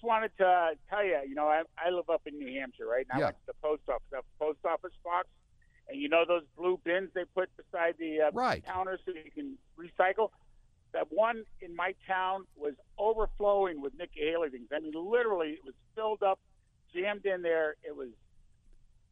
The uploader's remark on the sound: listeners call